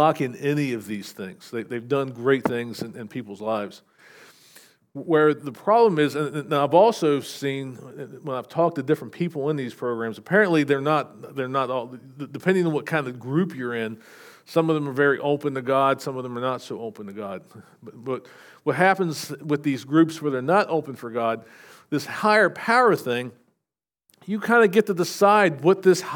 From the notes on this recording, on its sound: SVBC Morning Service. Recorded at Shenandoah Valley Baptist Church on Jan 21, 2024.